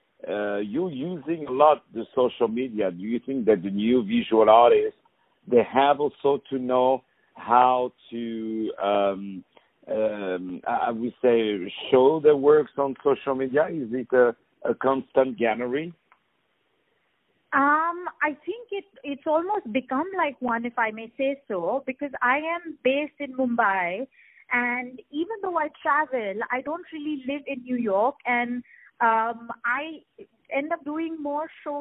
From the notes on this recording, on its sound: On the phone